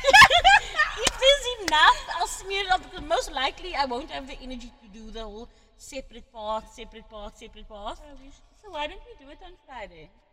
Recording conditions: echo